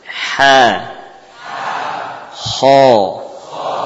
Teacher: Ini arah suaranya datar, tidak naik.